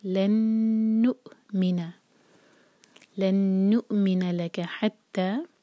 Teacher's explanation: لن یہاں پر ہم ادغام کر رہے ہیں غنہ کے ساتھ، نون پر ٹائم دیں گے، اور واو کے اوپر جو حمزہ ہے تو واو کینسل ہوا، نون کو حمزہ سے جوڑیں گے تو ہیکپ ساؤنڈ آنا چاہیے.